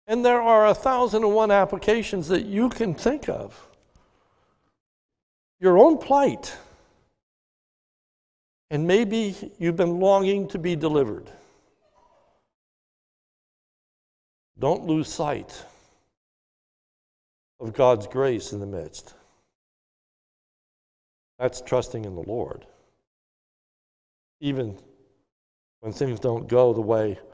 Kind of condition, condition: setting, large echoing room